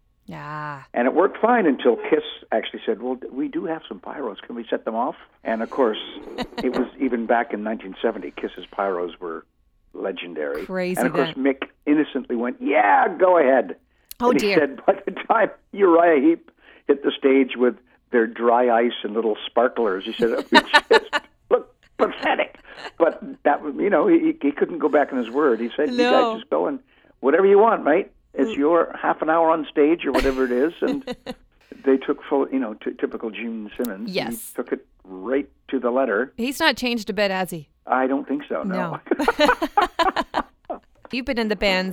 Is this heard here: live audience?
no